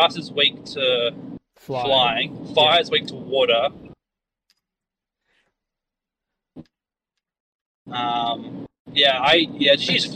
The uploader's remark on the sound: Car Edition